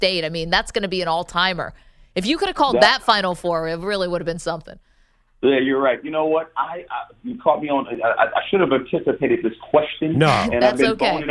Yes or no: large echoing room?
no